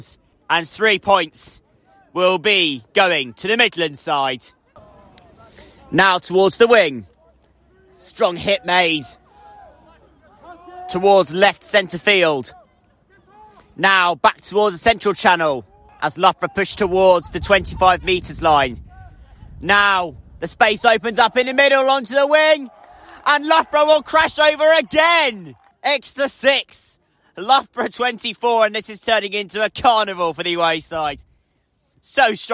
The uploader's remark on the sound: The top two teams in the Southern Premier division of BUCS Rugby League clashed at the Rubber Crumb. Live commentary of this clash of the titans between champions and vice-champions.